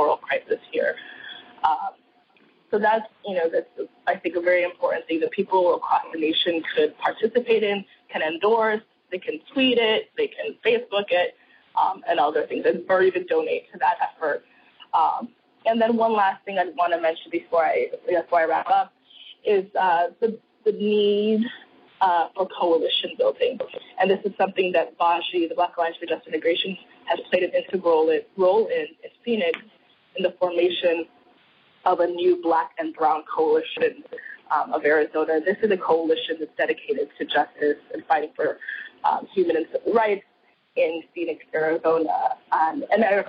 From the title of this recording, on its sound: Full Conference Call